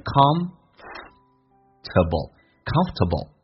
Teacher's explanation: 美式发音直接把 or 全部的拿掉变成 comfortable